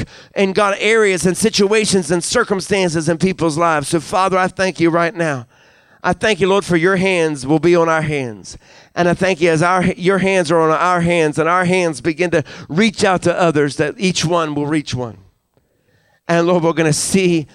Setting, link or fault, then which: setting, large echoing room